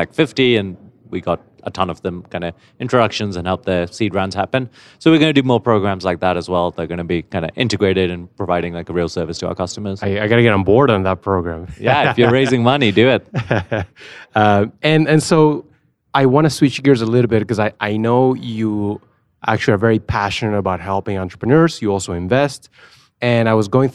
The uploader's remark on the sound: A special set of interviews from Money20/20 Las Vegas, one of the largest Fintech Conferences in the world. We spent a long time looking for a quiet space to record our episode, and when the only available area was an empty corner with no chairs or tables.